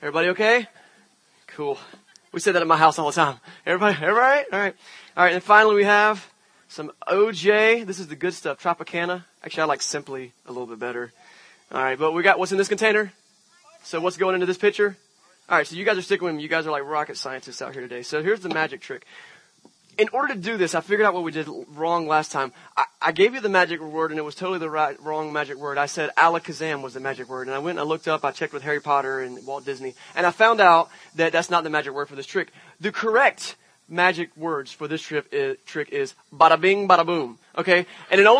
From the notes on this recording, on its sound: Church At The Park. This Sunday we left the walls behind and had a service outside at the wonderful Hugh Macrae park! A great Sunday morning to be had with a scene change for Venture Church.